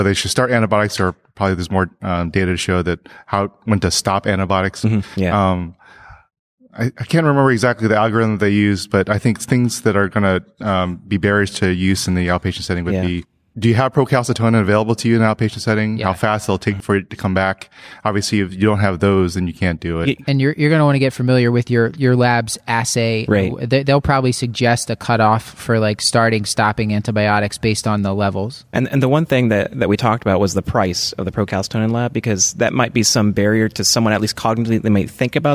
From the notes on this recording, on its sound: from day 1 of ACP 2018 live in New Orleans